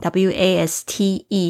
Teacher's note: waste 它是这个双元音，这个 a 的发音有点像是我们微笑的时候 a，然后后面呢还有一个 e 的结尾